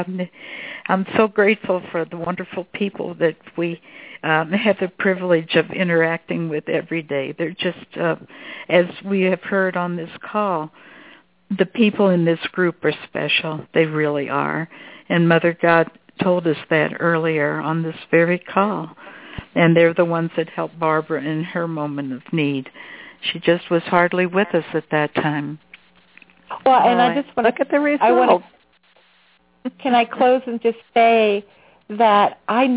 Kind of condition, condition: link, phone line